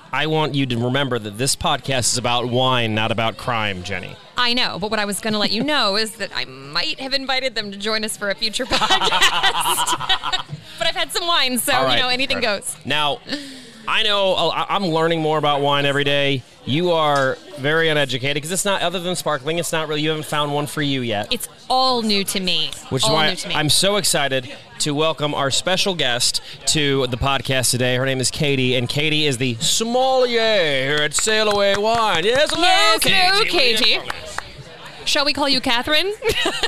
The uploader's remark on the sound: This episode is our first ever ON LOCATION recording, and we can't thank the incredible staff at SAIL AWAY WINE for hosting us! Sail Away Wine is located in North Kansas City, near the intersection of Swift Ave and Armour Blvd.